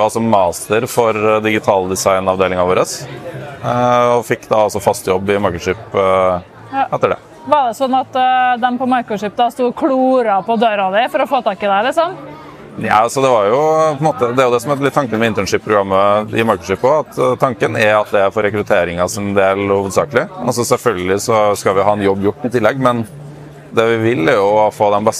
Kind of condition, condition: setting, busy venue